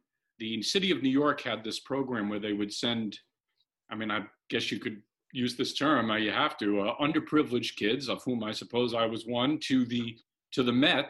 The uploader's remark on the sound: recorded in June 2020 from their respective homes